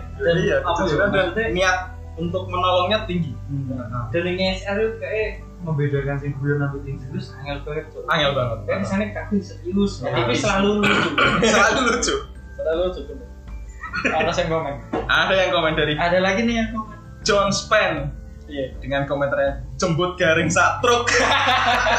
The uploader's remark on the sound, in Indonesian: Mohon maaf untuk pertama kalinya kami mengalami kesalahan teknis dalam perekaman audio.